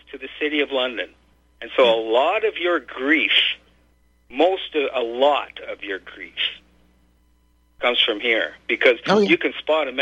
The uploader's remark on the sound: Your phone calls